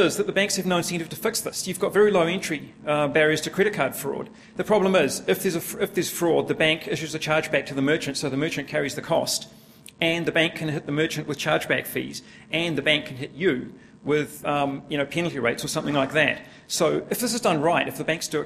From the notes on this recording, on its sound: a full recording of a presentation